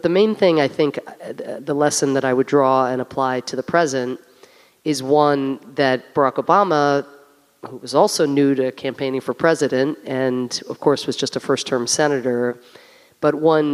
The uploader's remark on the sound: Recorded at Town Hall Seattle on September 16, 2019